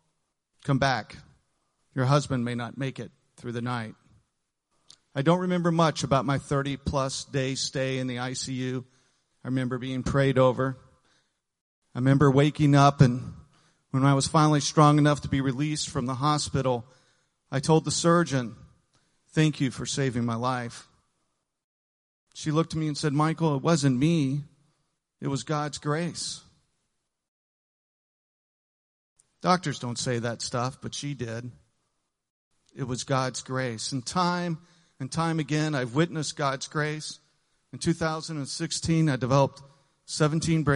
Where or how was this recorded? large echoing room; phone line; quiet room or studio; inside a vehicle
large echoing room